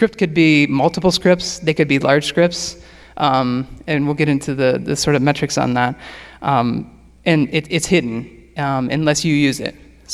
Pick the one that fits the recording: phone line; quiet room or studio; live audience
live audience